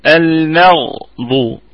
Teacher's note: يبقى أنا عندي الغين في الدرجة الثانية والضاد في الدرجة الثالثة من درجات التفخيم